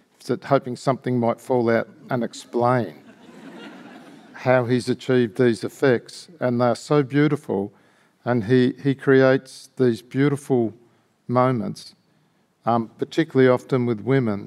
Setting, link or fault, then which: setting, live audience